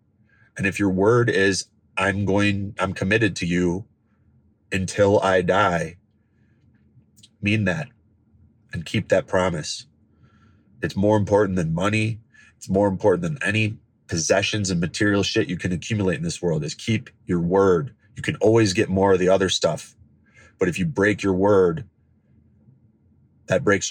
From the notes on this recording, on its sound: I recorded this, sitting in my truck, in the parking lot of the hospital about an hour after my dad passed away.